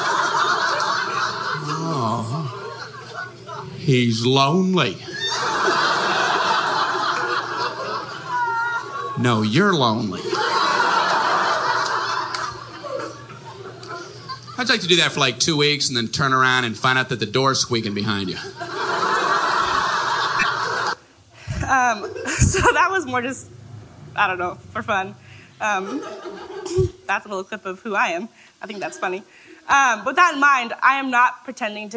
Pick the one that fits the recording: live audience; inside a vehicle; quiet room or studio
live audience